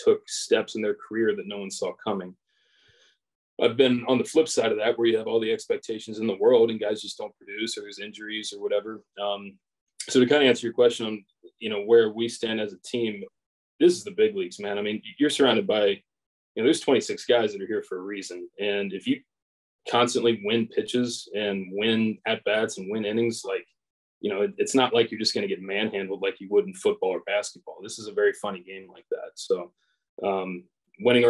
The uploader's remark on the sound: sits down on Zoom